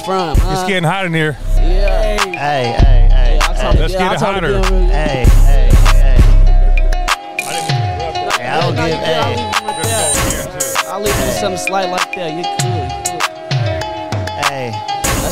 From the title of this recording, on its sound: live from Cheney Stadium for the Tacoma Sunday Market